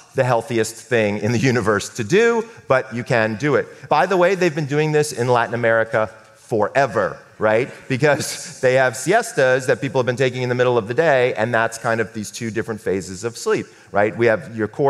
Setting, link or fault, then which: setting, live audience